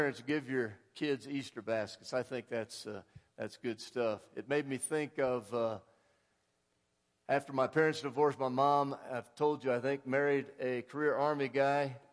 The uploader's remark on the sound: Woodland Life Church Live